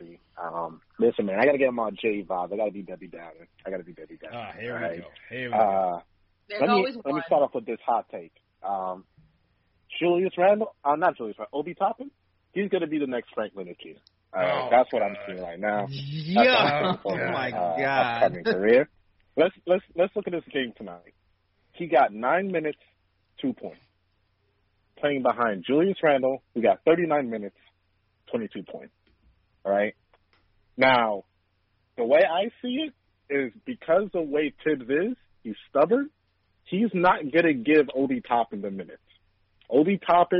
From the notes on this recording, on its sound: take live phone calls from fans around the world